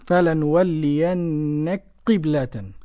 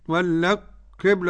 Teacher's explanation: ندغم الكاف في القاف يصيران حرفا واحدا اللي هو القاف المشددة · Shown in: first take · Term: إدغام الكاف في القاف